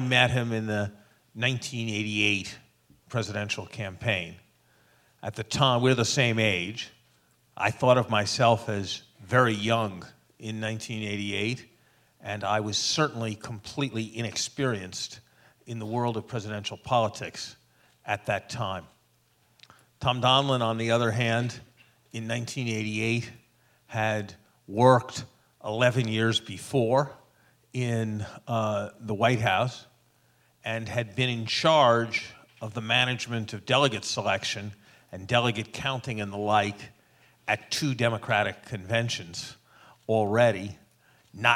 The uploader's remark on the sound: Responded to questions from the audience.